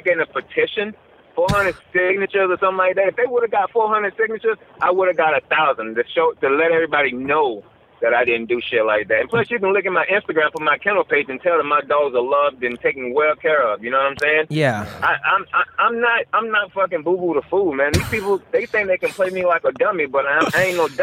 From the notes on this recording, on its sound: Have a post-Titan FC 35 press conference.